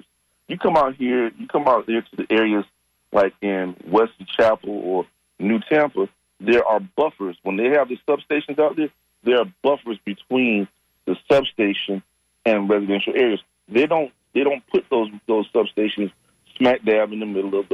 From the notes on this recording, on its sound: unique magazine format call-in show